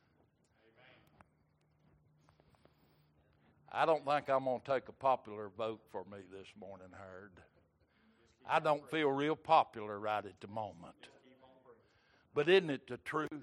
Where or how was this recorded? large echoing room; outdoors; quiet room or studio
large echoing room